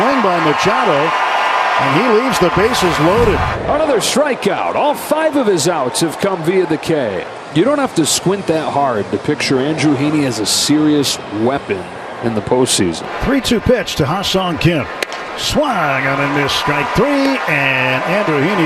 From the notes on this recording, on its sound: Game 3 of 3 - 09.29.22 - LIVE from #petcopark.